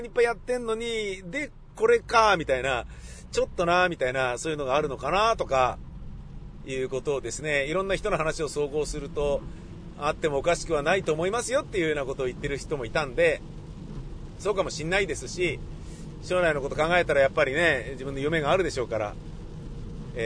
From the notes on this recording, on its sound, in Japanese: 雨だったので、車で放送局に向かい車で自宅へ戻りました。その道中で車の中でぶつぶつ喋っております。